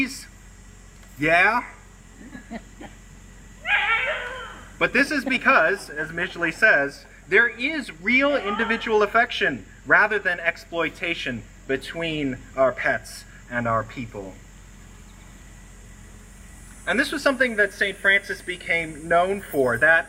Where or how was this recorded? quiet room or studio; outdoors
outdoors